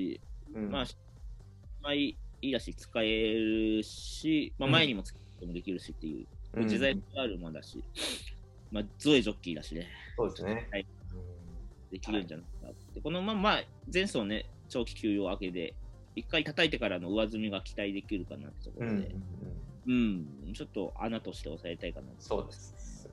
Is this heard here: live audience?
no